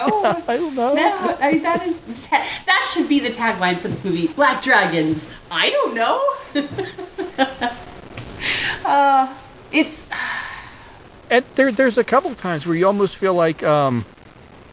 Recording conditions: poor sound quality